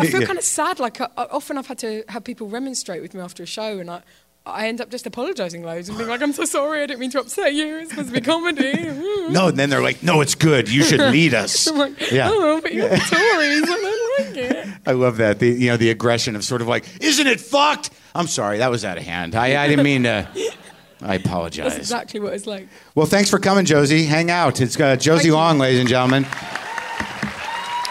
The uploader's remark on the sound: It's live WTF from the Vancouver Comedy Festival.